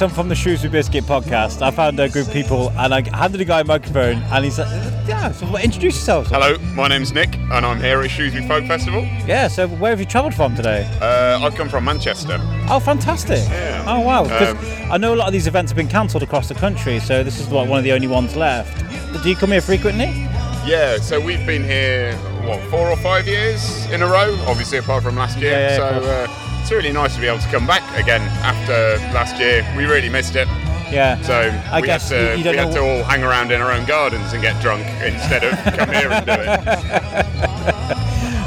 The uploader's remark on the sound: Shrewsbury Folk Festival 2021. Had the privilege of walking around with a mic for the day. The aim was to try and sample the festival via a podcast.